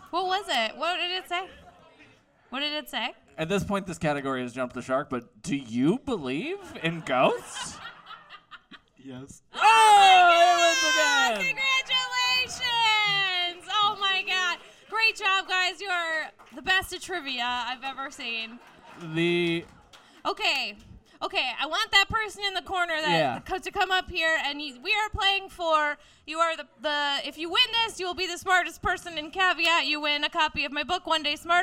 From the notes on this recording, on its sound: Comedians with Ghost Stories LIVE! from Caveat in NYC. From our live show.